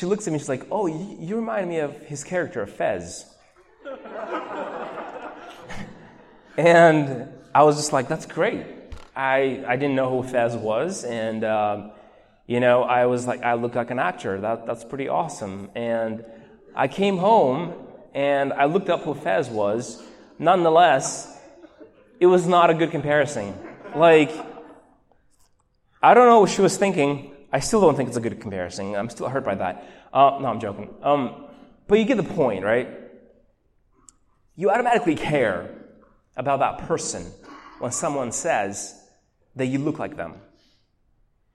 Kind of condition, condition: setting, large echoing room